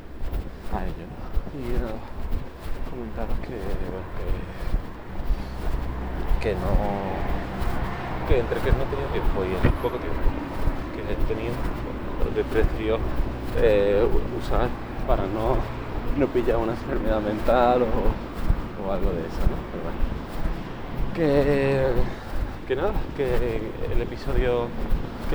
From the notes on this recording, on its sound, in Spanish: Hace tiempo que me habría gustado intentar grabar en el rato que tardo del piso al metro. También he aprovechado la ocasión para grabar con los auriculares que me venían con el móvil, los OnePlus Bullets 2. Si no se escucha bien el episodio es porque no he editado nada de nada el audio y va en bruto.